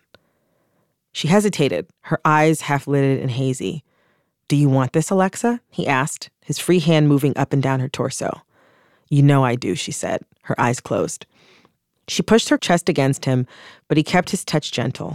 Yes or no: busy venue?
no